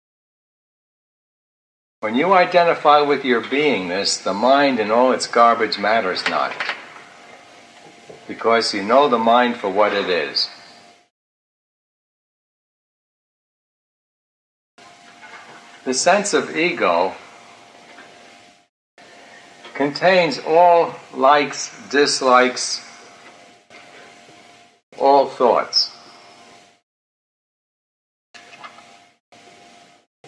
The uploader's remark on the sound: I cleaned up the audio a bit as the original was noisy.